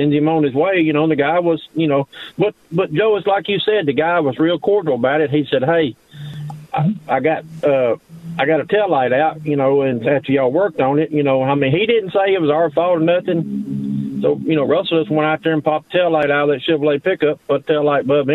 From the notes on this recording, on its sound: calls